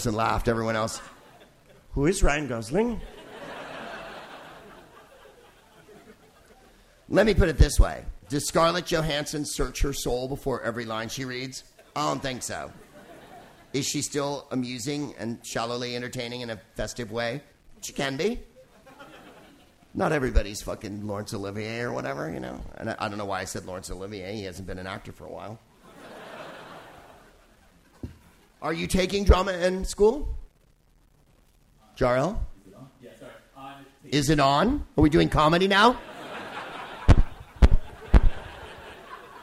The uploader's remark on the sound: Live from the Hay Festival in Wales